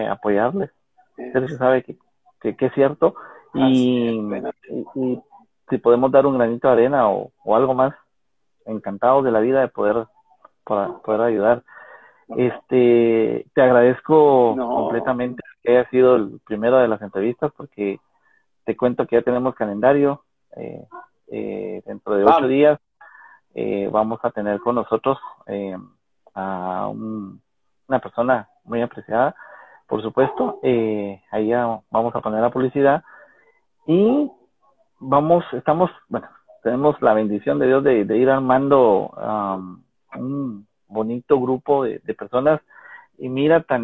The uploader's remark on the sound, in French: Un Instagram live